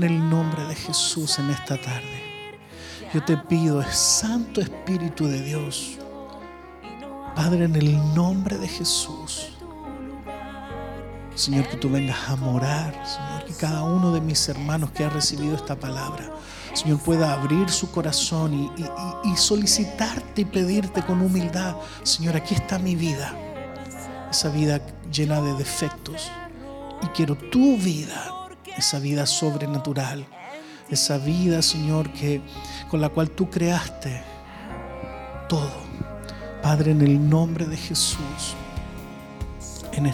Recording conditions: large echoing room